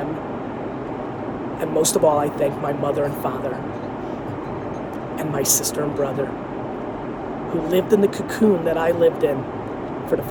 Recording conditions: phone or laptop microphone